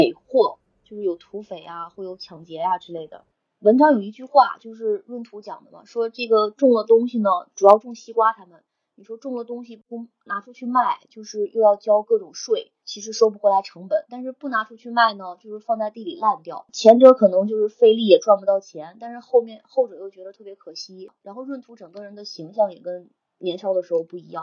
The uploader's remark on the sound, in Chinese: 音质稀碎警告：本期杂音较多，建议一个人的时候公放，使用耳机可能会伤害听力。